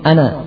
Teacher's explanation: Kesalahan pertama adalah menghilangkan tasydid sehingga menjadi ana.